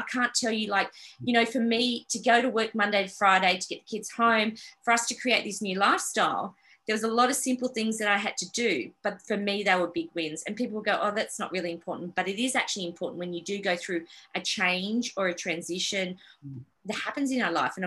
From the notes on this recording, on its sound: This episode was recorded live for The Miss Jones PA Virtual Showcase last month.